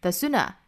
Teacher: sooner you accept that 这个 the 需要做弱读，不是 thesooner，而是 the sooner the dada thedada，这个 the 非常轻快的一带而过